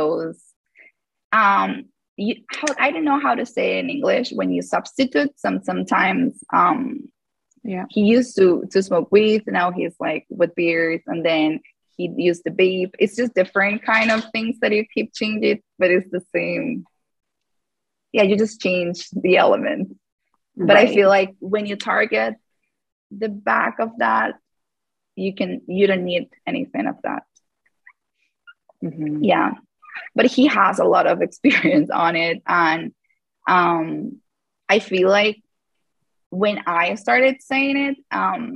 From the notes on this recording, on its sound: In this live call